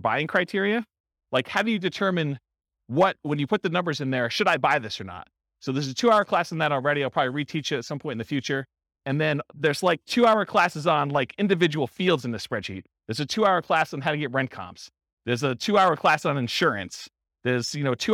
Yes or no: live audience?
yes